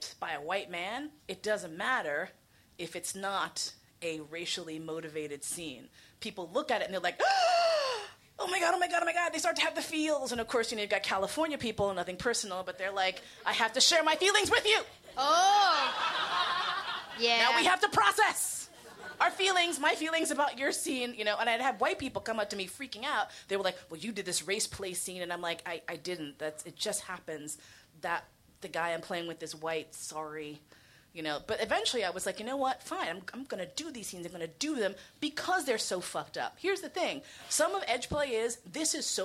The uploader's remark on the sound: AUDIENCE Q&A